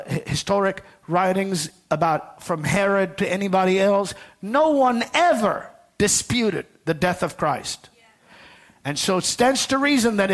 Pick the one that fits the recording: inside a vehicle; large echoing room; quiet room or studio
large echoing room